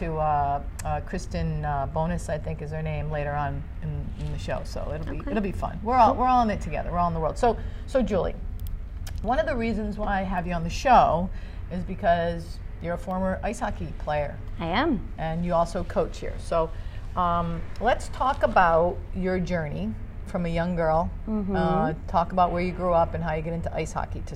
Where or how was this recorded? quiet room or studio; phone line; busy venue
busy venue